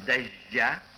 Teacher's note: Кстати, также произносим «дождя» с мягким «ж»